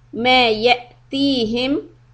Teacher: Hamza has sukoon, do a little bit of a hiccup.